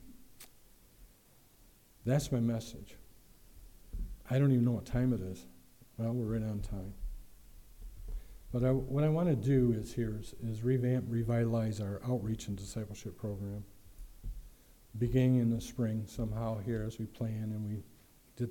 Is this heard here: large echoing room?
yes